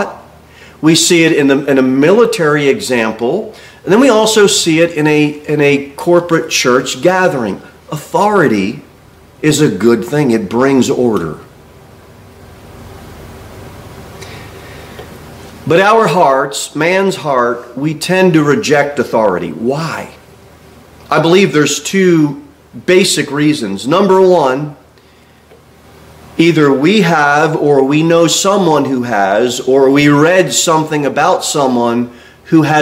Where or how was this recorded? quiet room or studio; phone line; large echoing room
large echoing room